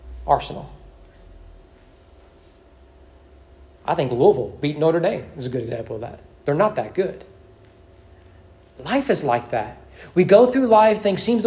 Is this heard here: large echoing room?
yes